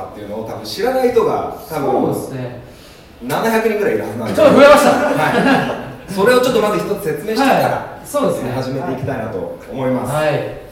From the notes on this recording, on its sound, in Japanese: 公開収録音源。In可児。